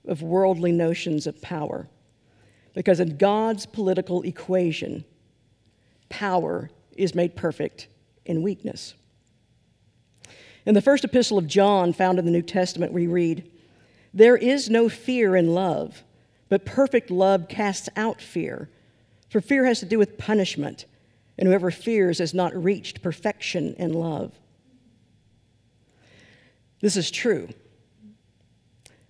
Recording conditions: large echoing room